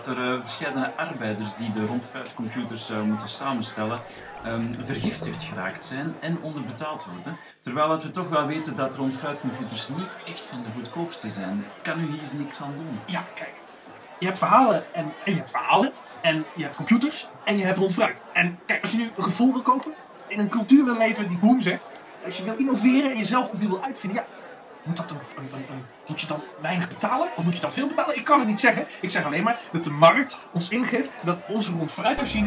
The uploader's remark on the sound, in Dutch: Pixelburg brengt live verslag vanaf de vierde Pixelburg Electronica Braderie.